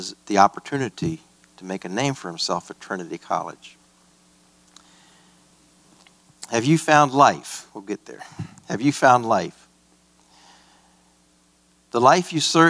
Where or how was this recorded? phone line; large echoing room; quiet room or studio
large echoing room